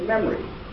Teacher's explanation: it's a vowel placed between two consonants. We very often simply delete it all together. And it's not articulate. · Term: deletion